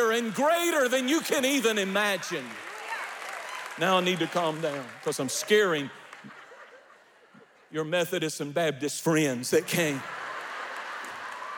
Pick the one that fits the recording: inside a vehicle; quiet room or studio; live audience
live audience